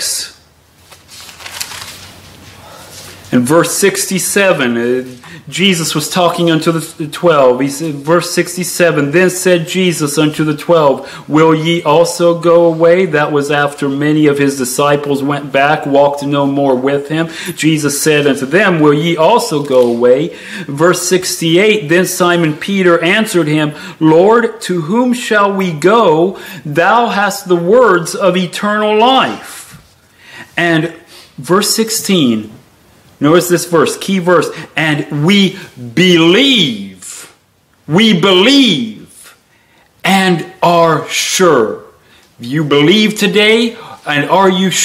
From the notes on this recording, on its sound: Sermon delivered at Pilgrim Baptist Church on Sunday, December 3, 2023, at 10-00 am